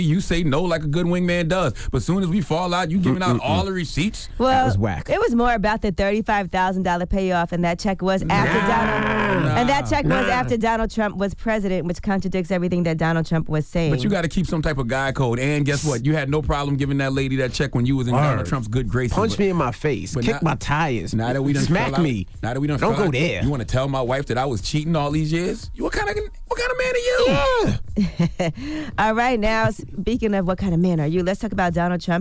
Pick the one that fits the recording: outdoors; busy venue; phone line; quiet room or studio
phone line